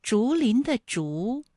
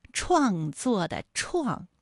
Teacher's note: 仕途的仕，它的声母是诗，竹林的竹声母是之，还有创作的创声母是吃啊，这几个音呢都是翘舌音